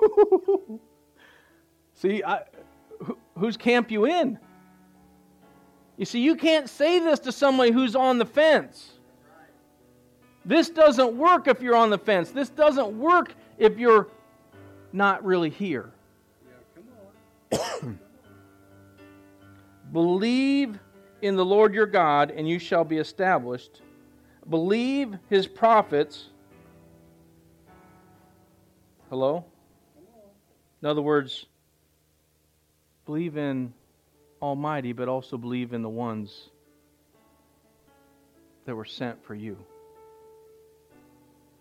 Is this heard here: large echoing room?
yes